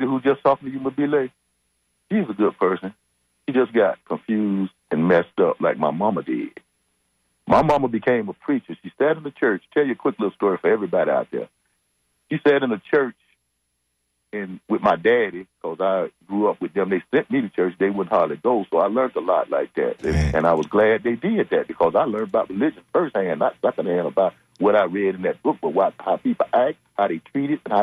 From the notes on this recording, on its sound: unique magazine format call-in show